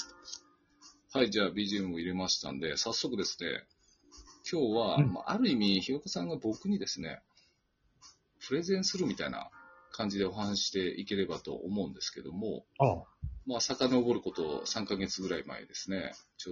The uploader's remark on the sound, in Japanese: 最初の雑音。